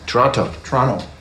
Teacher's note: Canadians don't pronounce the T.